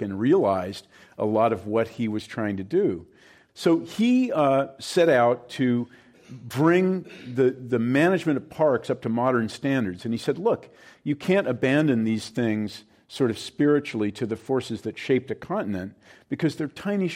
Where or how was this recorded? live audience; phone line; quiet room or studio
live audience